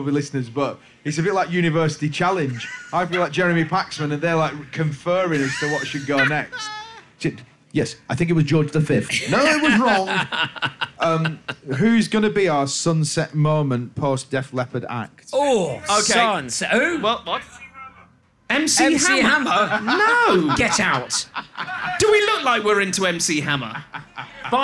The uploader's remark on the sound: Live at Glastonbury '22. Live* with an audience at the Glastonbury festival 2022. A can or two of lager may have been supped at the Crow’s Nest stage...